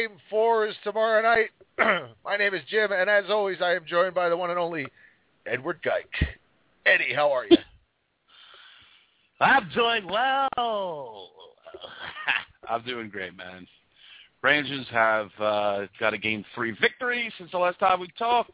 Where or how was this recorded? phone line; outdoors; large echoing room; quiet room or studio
phone line